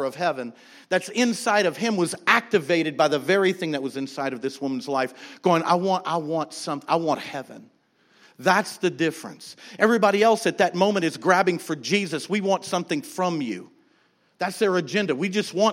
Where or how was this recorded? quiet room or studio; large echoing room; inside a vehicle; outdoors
large echoing room